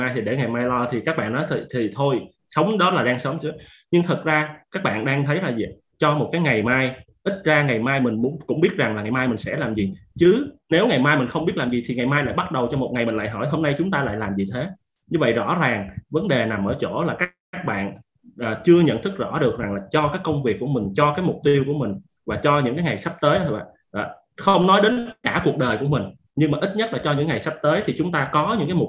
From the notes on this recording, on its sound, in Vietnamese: Chia sẻ trực tuyến qua Zoom